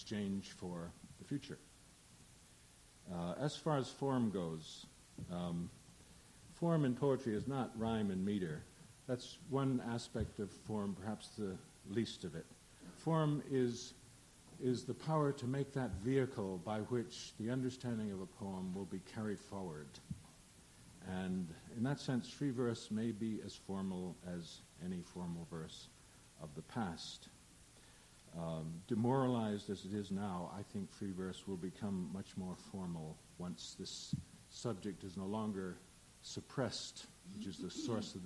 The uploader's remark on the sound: at this 1984 PEN America panel on the Nuclear Threat